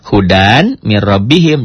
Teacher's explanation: Jadi hudam tulisannya ada n-nya, bacanya n-nya hilang, melebur ke m. Bunyi nun matinya merubah menjadi m. · Term: idgham bigunah